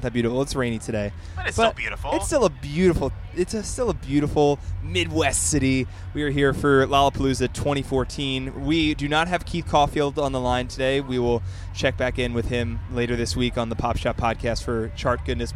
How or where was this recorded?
busy venue